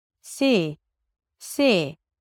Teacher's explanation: To pronounce this word, you begin with an S sound, S, and then you move on to the relaxed I, as in sit, si, si. So it's not sim, but sim.